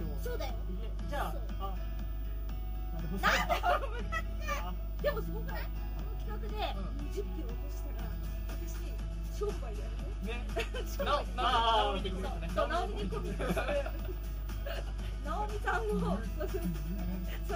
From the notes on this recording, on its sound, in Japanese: ノイズやらなんやら、クオリティが1回目より落ちてます